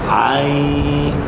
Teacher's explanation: العين مفتوحة بعدها ياء ساكنة، حرف لين بعده ساكن